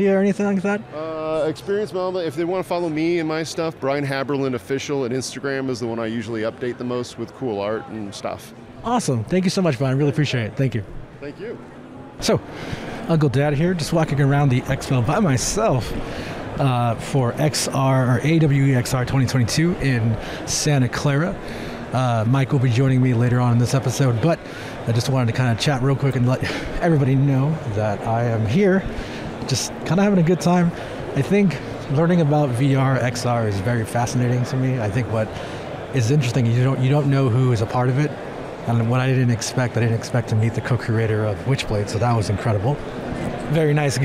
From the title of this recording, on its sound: Live” from AWE XR Santa Clara